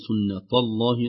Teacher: كذلك سنة الله لأن جاء بعدها اللام المغلظة في لفظ الجلالة، نقول سنة الله طاء سنة الله، الانتقال من التاء الرقيقة إلى اللام المغلظة